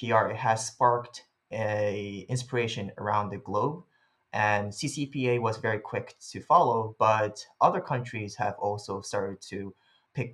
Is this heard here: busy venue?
no